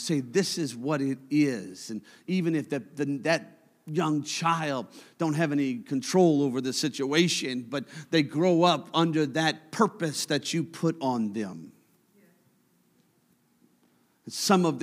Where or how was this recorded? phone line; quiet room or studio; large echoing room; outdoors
large echoing room